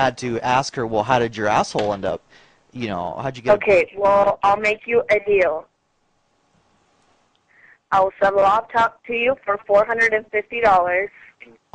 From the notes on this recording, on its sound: RBCP's Personal Prank Phone Calls Collection